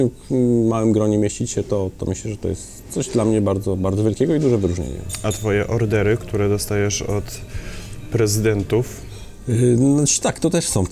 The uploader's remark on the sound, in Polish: nagrania: Restauracja Folk – Hotel Bristol